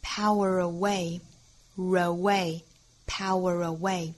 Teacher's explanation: 这个 power 和 away 之间要连读，这个时候有一个小 r 的音带出来， power away, r away, power away,一定要注意不要把这个刷 sound away 给丢了。 Power away 应该是四拍